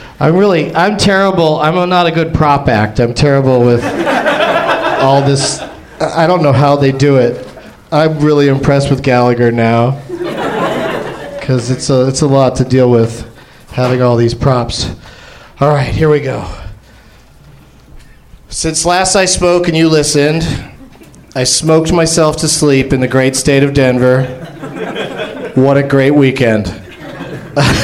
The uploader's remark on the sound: Live from the Nerdmelt Theater at Meltdown Comics in L.